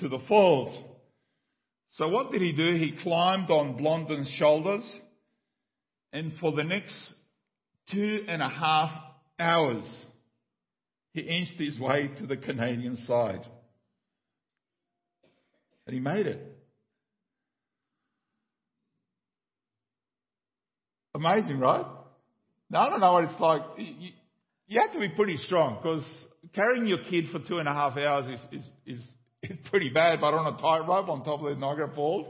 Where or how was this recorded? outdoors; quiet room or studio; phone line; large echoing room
large echoing room